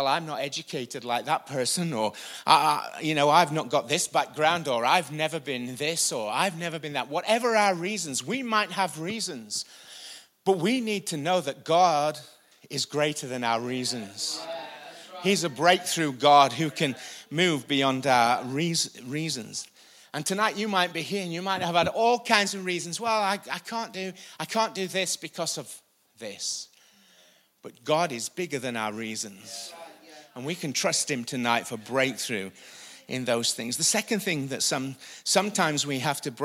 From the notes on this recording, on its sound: Recorded live at the Chesterfield Campus this is the message from the evening service on the 1st December 19.